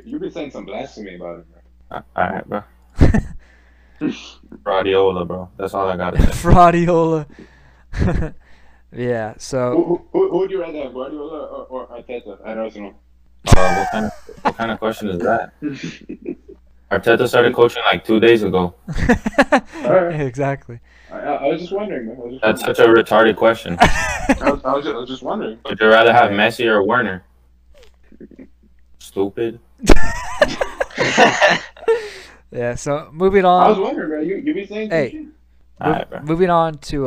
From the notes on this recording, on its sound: We had some technical issues and we apologize for that.